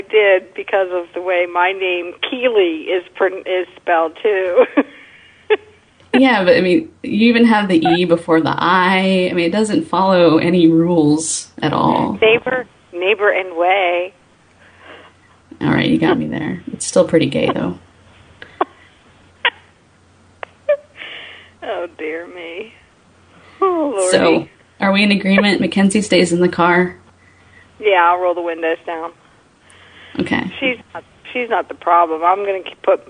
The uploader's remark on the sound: RBCP's Personal Prank Phone Calls Collection